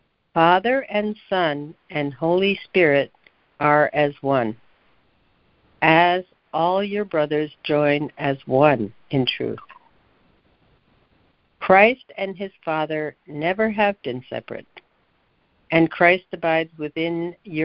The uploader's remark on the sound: ACIM Daily Conference Call.